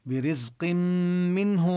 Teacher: برزق منه، وهنا نبين الصفير في حرف الزاي، وحكم التنوين هنا برزق منه الإدغام، تدغم النون التي في التنوين بالميم، لذلك شددوا الميم